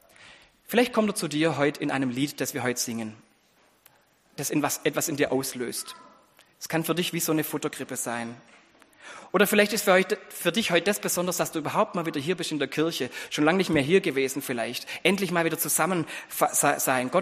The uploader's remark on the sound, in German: Anspiel und Predigt im Gottesdienst an Heiligabend